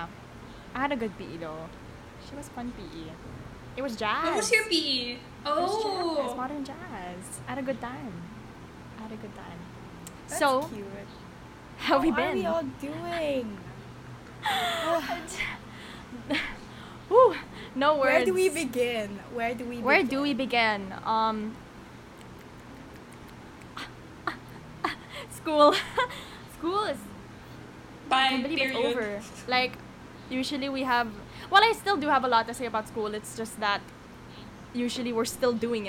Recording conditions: background noise